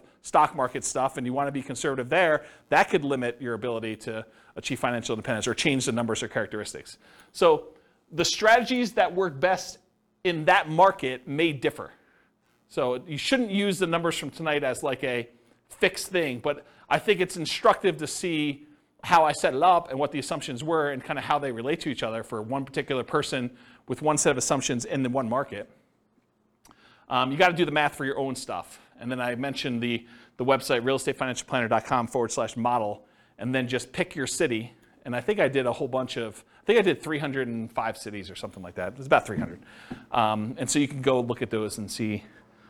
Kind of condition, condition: setting, live audience